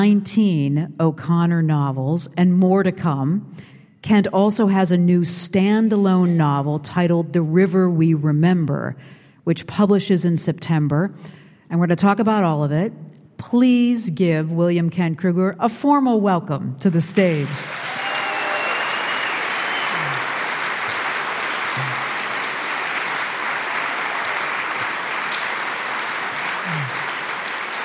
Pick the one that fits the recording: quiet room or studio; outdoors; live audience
live audience